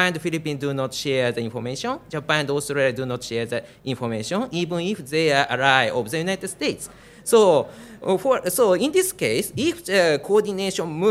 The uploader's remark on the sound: at the Raisina Dialogue held in New Delhi, March 2023